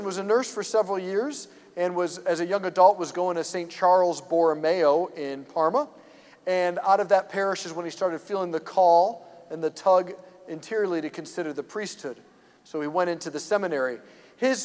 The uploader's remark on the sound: preached this homily on May 21, 2023 at St Basil the Great Catholic Church in Brecksville, OH.